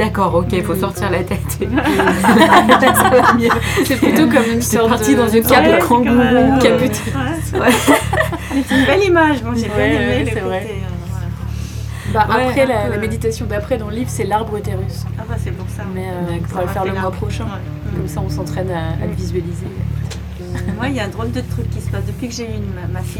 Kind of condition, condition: setting, busy venue